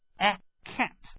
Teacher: 嘴张得很大的那个前元音